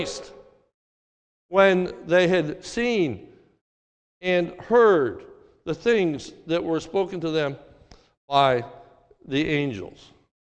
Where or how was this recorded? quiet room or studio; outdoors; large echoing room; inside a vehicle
large echoing room